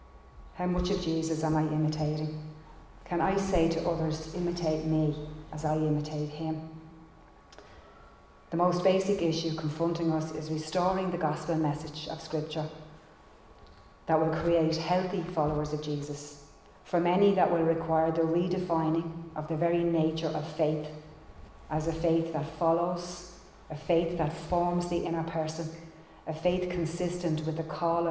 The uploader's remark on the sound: Recorded live in Liberty Church on 16 January 2022